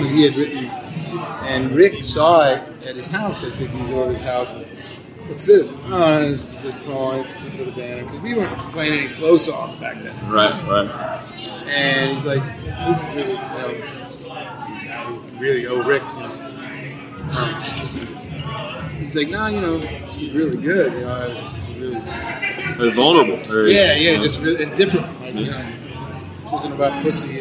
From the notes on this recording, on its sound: Backstage at Firefly Music Festival.